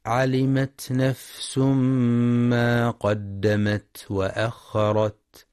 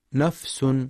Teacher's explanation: وفي كلمة نفس من قوله تعالى: علمت نفس ما قدمت وأخرت، ينتبه القارئ لهمس الفاء والسين ولترقيق النون · Shown in: first take · فلا يقرأ نفس بالتفخيم.